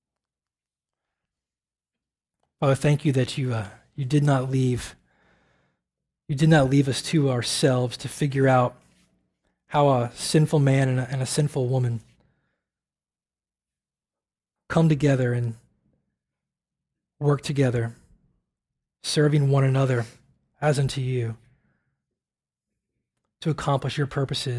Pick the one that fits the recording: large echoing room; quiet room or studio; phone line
large echoing room